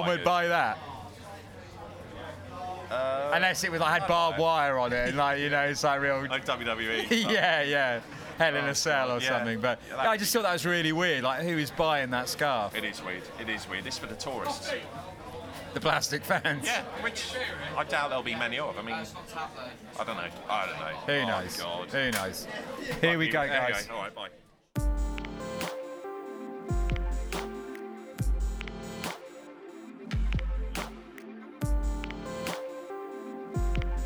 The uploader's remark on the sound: Live from the game.